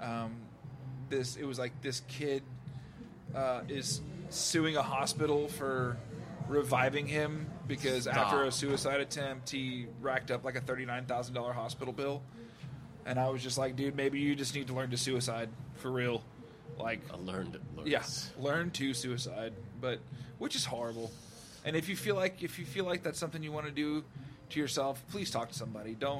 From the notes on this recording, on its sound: Take the conversation outside! Patio Talk.